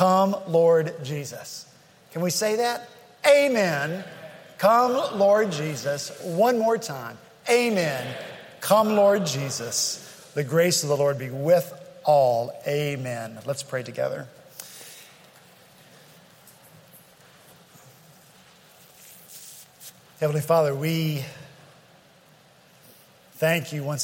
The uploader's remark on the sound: At Redeemer Presbyterian Church in Charleston, SC